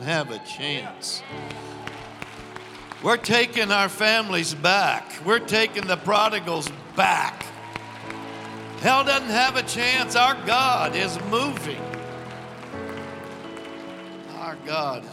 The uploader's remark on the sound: Recorded live on 7/18/21.